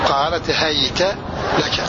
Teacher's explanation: فتح الهاء وياء ساكنة وفتح التاء